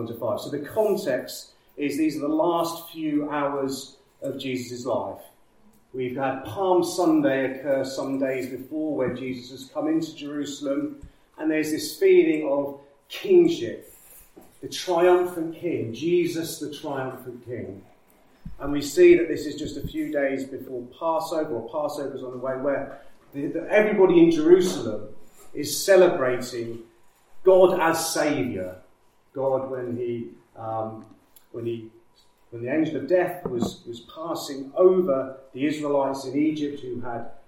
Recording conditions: poor microphone